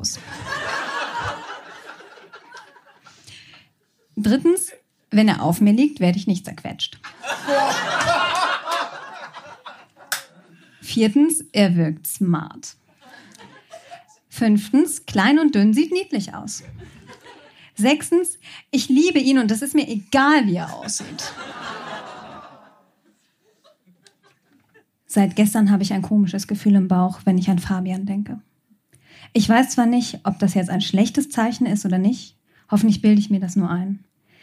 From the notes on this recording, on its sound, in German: Beiträge von unserer Show vom 23.04.2023 im Berliner Monarch. Unser tolles Publikum.